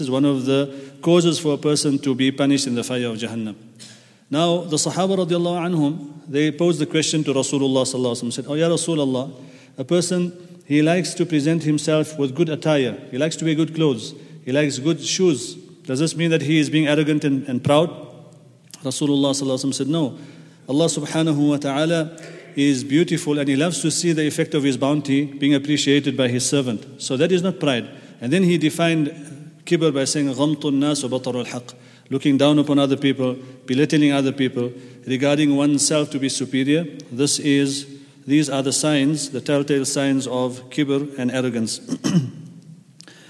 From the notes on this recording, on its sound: at the Houghton Masjid (West Street)